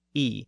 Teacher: The scribe routinely refers to himself as I, pronounced E at the time.